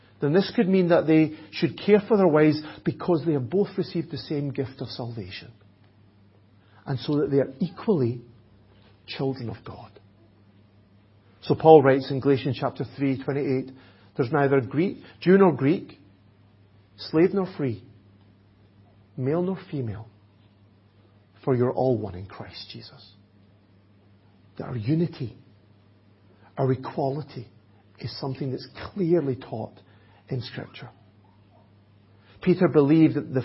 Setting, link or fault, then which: setting, large echoing room